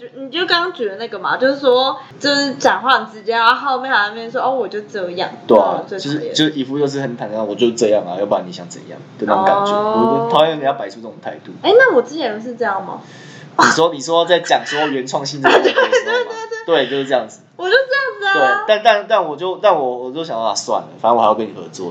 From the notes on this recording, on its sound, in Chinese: 因為錄音地點附近是校園所以會有鐘聲XDD還請大家多多見諒ㅠㅠ。